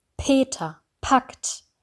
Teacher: Hier ist es wichtig, auch auf das p zu achten, dass das Wort packt heißt und nicht backt und Peter und nicht Beta. Also richtig deutlich, richtig explosiv, ohne Stimme · Term: Plosiven